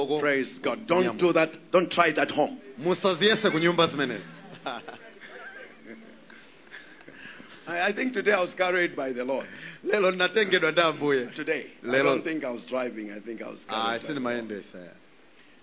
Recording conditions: large echoing room